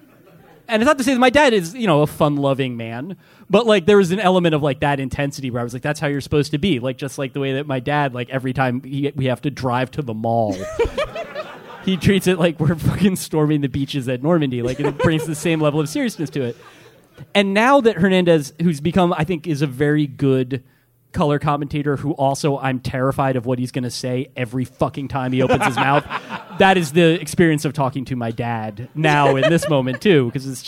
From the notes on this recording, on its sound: Live from New York City. Questions from the audience.